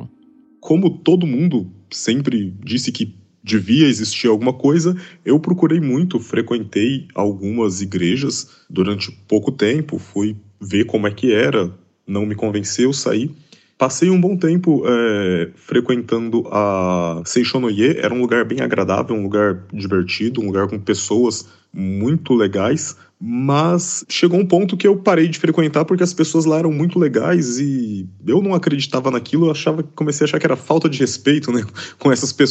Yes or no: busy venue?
no